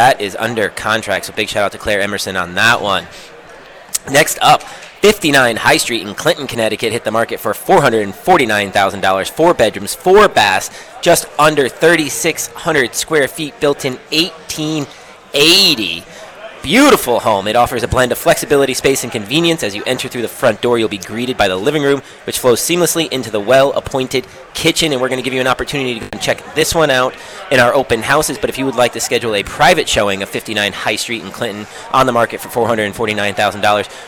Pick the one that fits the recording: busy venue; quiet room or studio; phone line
busy venue